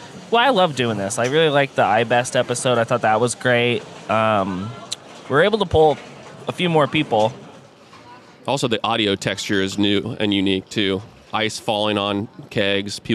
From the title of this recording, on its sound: Live from BrrrFest!!